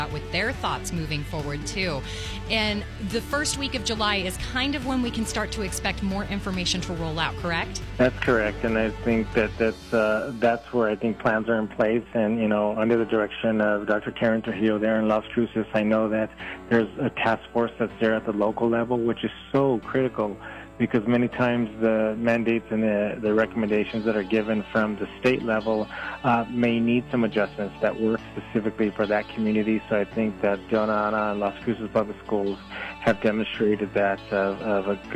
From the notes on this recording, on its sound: called into 101 Gold early this morning